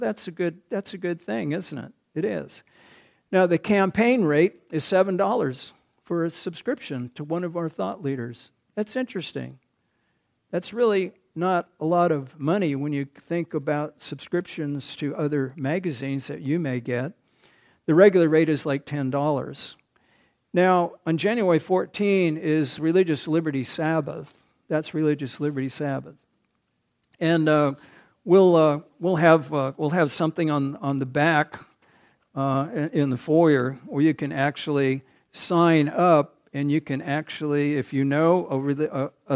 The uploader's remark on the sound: recorded on January 7, 2023, at the Ringgold Seventh-day Adventist Church